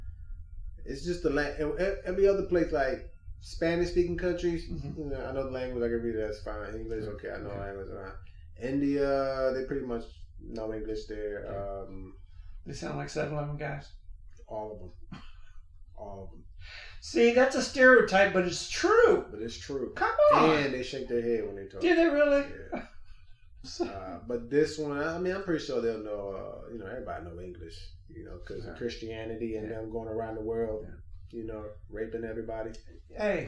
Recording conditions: poor sound quality